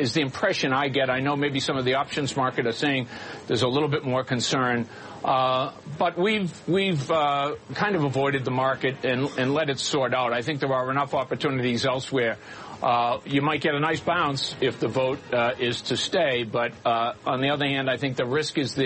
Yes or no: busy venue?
yes